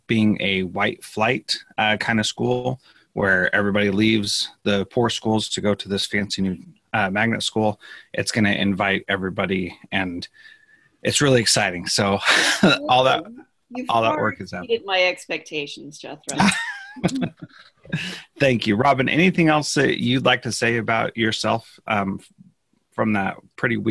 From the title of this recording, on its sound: Live Webinar